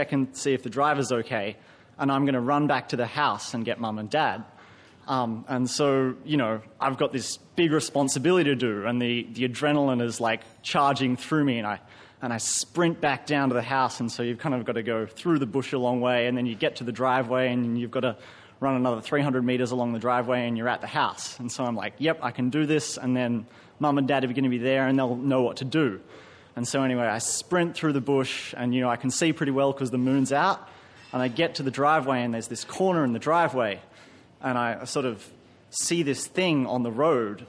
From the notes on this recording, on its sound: Recorded live at the Arthouse Hotel, Sydney.